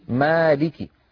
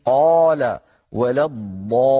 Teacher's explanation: والألف حرف مرقق لأنها مستفلة، ليست من حروف خص ضغط قض، ليست من حروف الاستعلاء، فهي مستفلة ومرققة. هذا الحرف بالذات الألف مرقق إن سبق بمرقق في نحو مالك، وتفخم إن سبقت بمفخم في نحو قال ولا الضالين. إذن الألف من حيث التفخيم والترقيق تبع للحرف الذي قبلها.